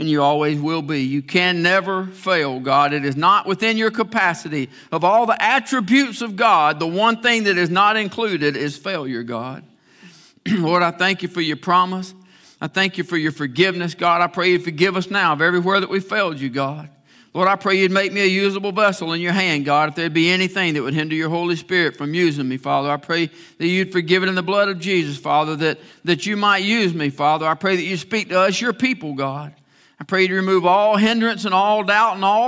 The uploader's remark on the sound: live services from Faith Baptist Church in LaGrange, Georgia